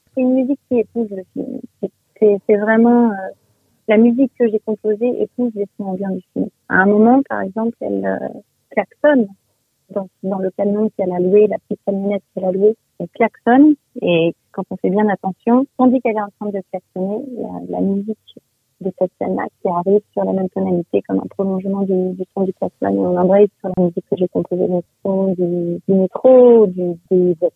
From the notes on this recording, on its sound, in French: par téléphone